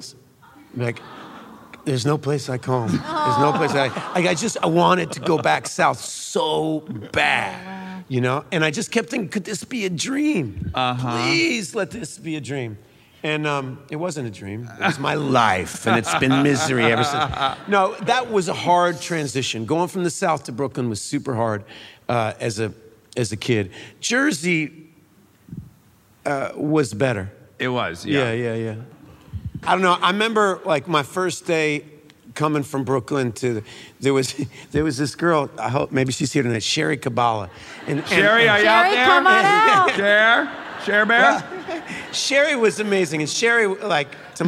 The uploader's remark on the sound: Armchair Expert Live from Brooklyn at the Brooklyn Academy of Music.